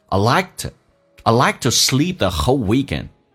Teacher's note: 来看一下 like to 加快速度，这个 to 可以弱化成 t. I like to sleep the whole weekend.